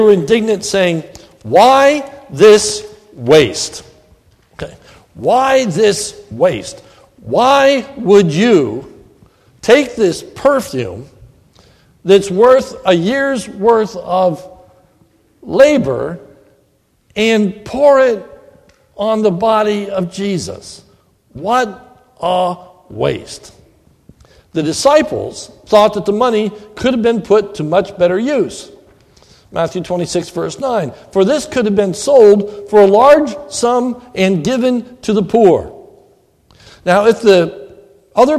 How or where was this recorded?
large echoing room